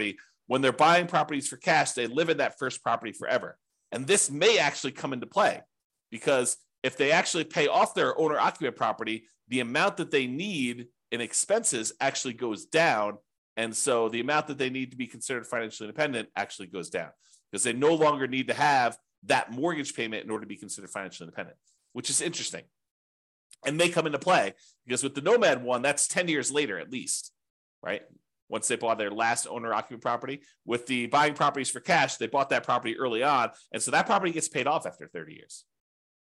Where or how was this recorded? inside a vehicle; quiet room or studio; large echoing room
quiet room or studio